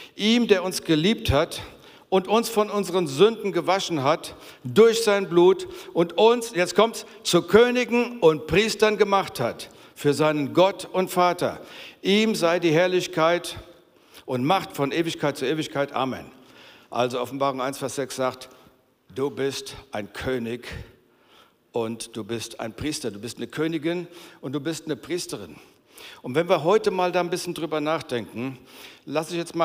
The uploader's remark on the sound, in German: Aus unserem Gottesdienst.